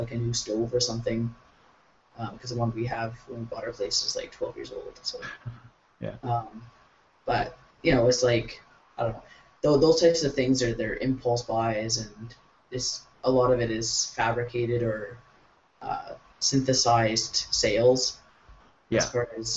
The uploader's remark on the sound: As you will hear, we had some audio issues in this episode. I have cleaned it up as much as I could, but…